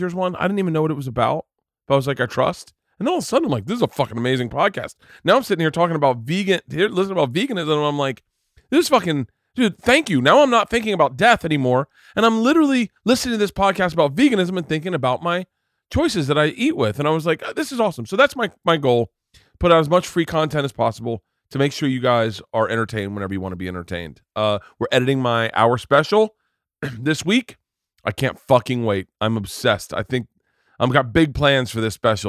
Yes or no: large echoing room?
no